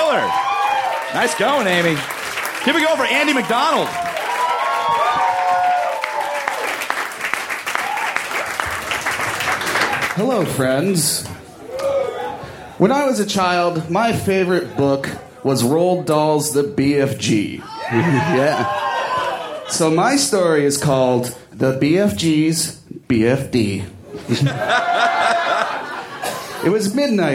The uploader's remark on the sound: Recorded at the Doug Fir Lounge in Portland, OR on Aug 24, 2014.